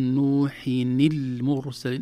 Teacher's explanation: كسرنا نون التنوين بدلا من سكونها لالتقاء الساكنين